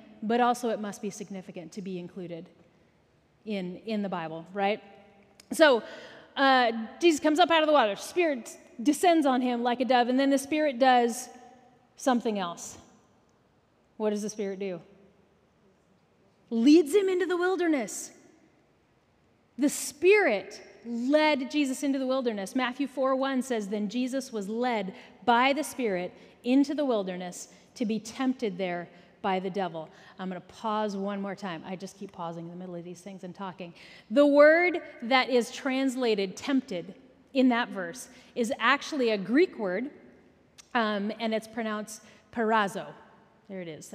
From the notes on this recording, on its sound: Recorded at our Sunday Gathering in Port Orchard WA, on August 27, 2023.